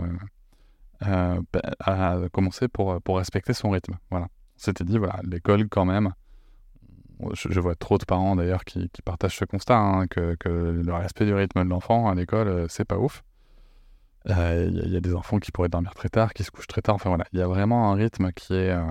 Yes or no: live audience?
no